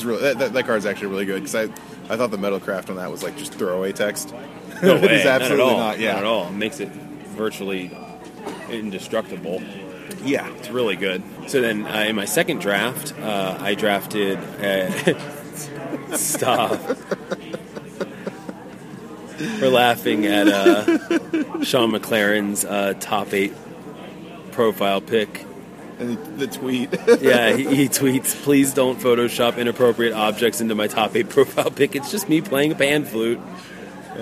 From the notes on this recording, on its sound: record on the street, Top 8 Magic style, in Vegas